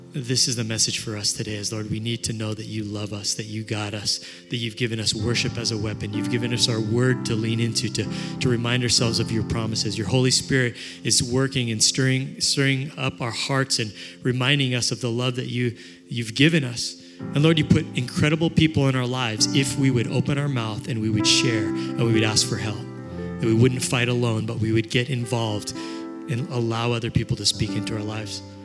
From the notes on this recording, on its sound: This powerful session from the 2019 ARC Conference Anaheim.